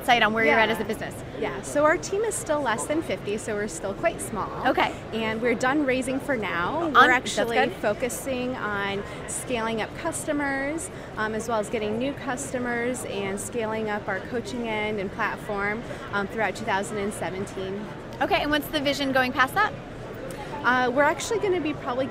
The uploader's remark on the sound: LIVE from #HiMSS17